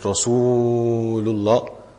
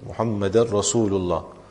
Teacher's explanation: That some make a mistake and say anna Muhammadur Rasulullah, so it does not have a sukoon, it has a fatha, and you would say anna Muhammadan Rasulullah. And then when saying Rasul also, one should not pull it too long · Shown in: second take · that Rasulullah, but rather just keep it as short as possible, Muhammadan Rasulullah.